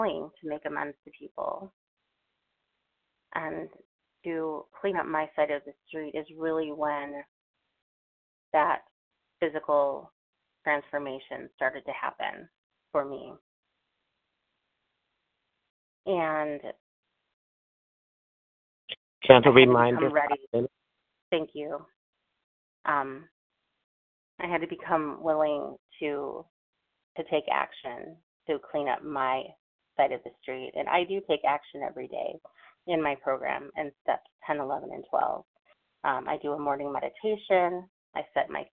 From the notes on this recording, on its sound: from the 100 Pounders Phone Meeting, 11/7/23.